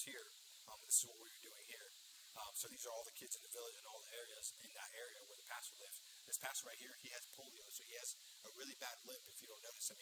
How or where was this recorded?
large echoing room